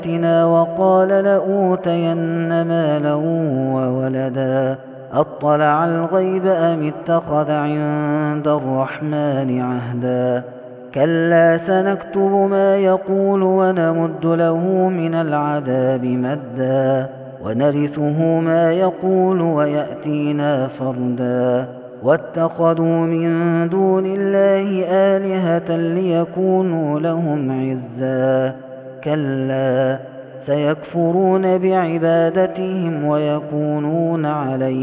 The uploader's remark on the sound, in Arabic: هذا التسجيل من صلاة التراويح. Ramadan 2021.